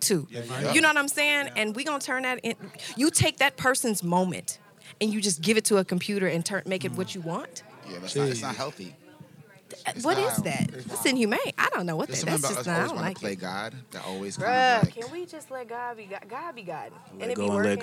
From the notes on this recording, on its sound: live backstage at the 8th Annual Black Music Honors!